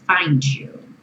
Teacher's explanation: Find you pode virar find you, como se fosse um DJ e you.